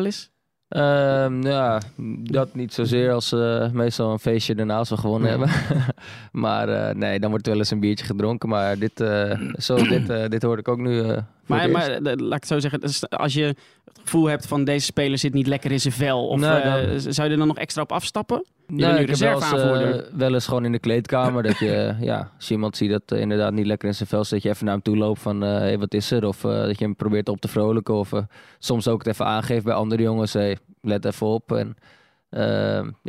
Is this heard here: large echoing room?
no